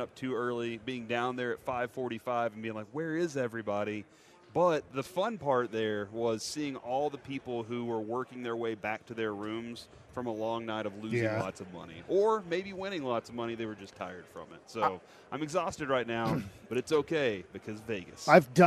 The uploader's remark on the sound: LIVE from Radio Row in Las Vegas!